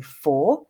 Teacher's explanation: if I read four as an individual word, I don't pronounce that R at the end uh, because my English is non rhotic